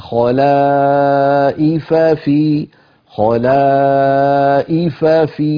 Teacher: الآية الأخيرة التي قرأناها، ثم جعلناكم خلائف في التقى هنا في النطق فاءان، خلائف آخرها فاء، في أولها فاء، فالفم من عادته إذا جاء متماثلان يعني أحيانا يسرع قليلا أو يخفي أحد الحرفين، فهنا لابد من البيان، نقول خلائف في، خلائف في، فنبين كلا الفاءين